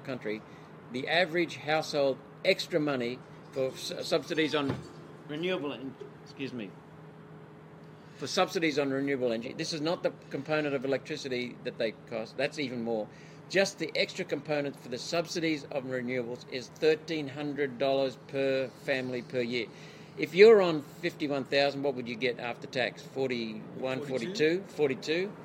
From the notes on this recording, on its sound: Fired Up at the Friedman Conference. We are at the 2022 ALS Friedman Conference – Australia’s biggest and best pro-liberty conference.